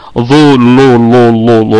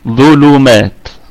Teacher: ظلو، ونركز في ترقيق اللام لأنها جوهرة حرف استعلاء وهي مستفلة، يبقى ظلو ظلومات، نأتي باللام من مخرجها من طرف اللسان ولا نجعل اللسان من وسطه · Shown in: second take · يعني لا نأتي بها من وسط اللسان لأنها يعني جوهرة الظاء، فما قلتش ظلولولولو هكذا، لا لا، رقق رقق وينزل خالص، ظلومات.